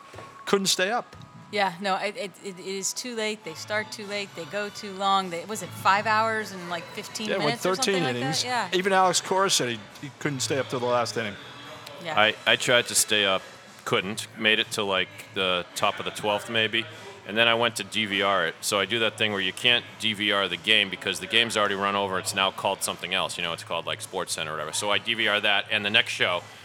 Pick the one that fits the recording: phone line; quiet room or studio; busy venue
busy venue